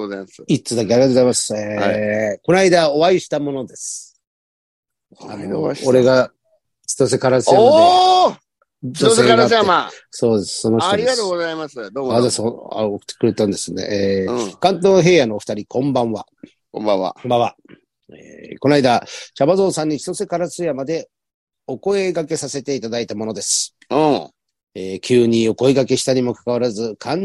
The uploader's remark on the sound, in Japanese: ZOOMで収録